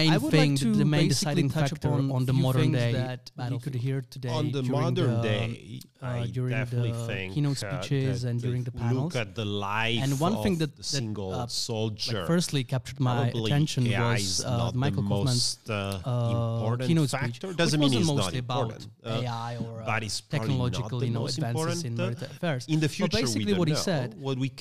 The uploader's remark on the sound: Last week we had the biggest honor to organise this year's edition of Czech Security Forum conference. As a part of the conference , we interviewed.